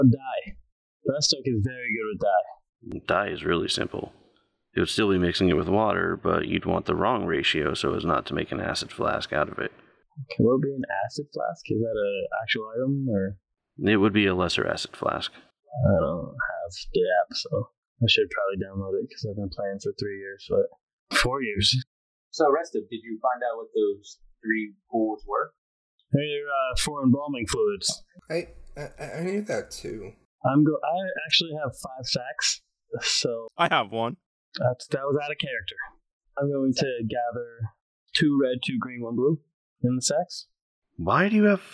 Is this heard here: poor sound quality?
yes